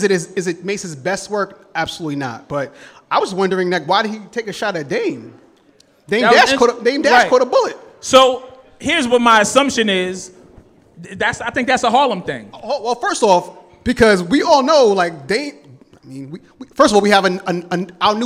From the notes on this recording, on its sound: In front of a live studio audience in Harlem , NY. Special live episode.